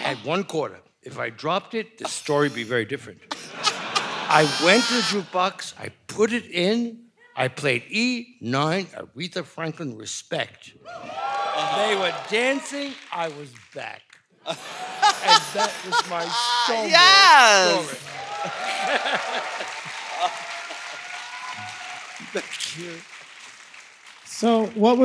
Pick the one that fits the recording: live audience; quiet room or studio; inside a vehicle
live audience